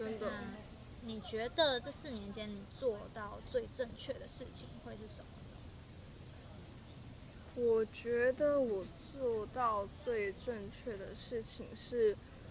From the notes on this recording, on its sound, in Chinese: 不得已在戶外錄音，聲音品質請大家包涵ＱＱ